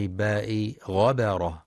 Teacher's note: ينتبه القارئ لترقيق باء غبرة فلا يقرأ غبرة بتفخيم الباء